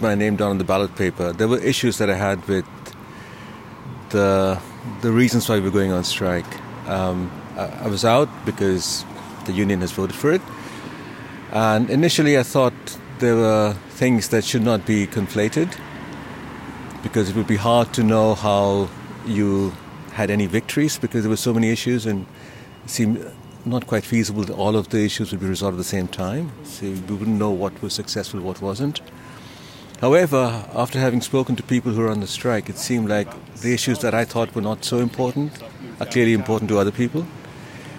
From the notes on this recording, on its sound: This break-out episode is our final dispatch from the UCU picket lines at the University of Southampton. Hear reflections from staff and students about how this round of strikes went.